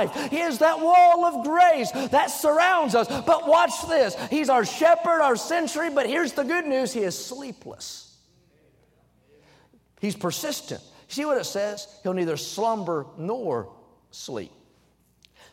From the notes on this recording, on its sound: during the Wednesday Evening service on May 31, 2023, at North Valley Baptist Church in Santa Clara, California.